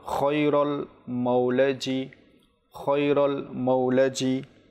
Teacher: তারপর খায়রুল মাওলাজি, খায়রুল মাওলাজি, খ এটা এমনভাবে উচ্চারণ হবে যখন আমরা গলা যখন আমরা পরিষ্কার করার সময় একটা এভাবে একটু আওয়াজ আসে, তো ওই স্থান থেকে খ এটা উচ্চারিত হয়, তো এটাকে এভাবে নিতে হবে, খায়রুল মাওলাজি, খায়রুল মাওলাজি।